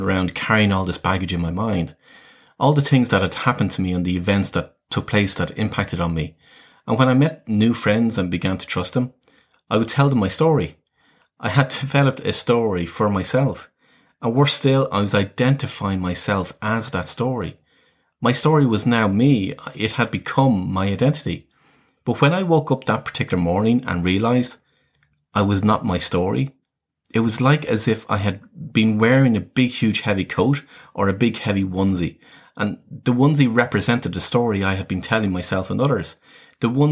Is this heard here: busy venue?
no